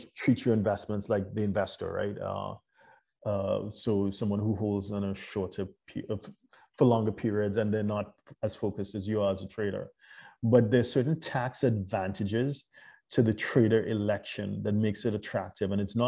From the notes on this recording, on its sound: LIVESTREAM. For those joining us on Zoom.